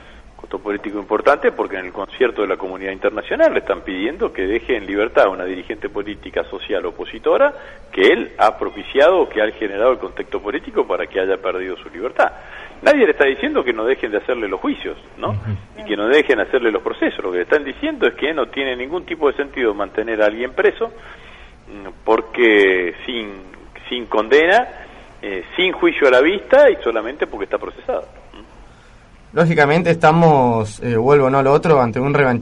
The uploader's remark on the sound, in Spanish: Entrevista telefónica